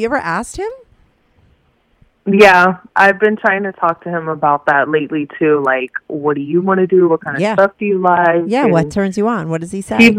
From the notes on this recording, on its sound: she call in to talk all about it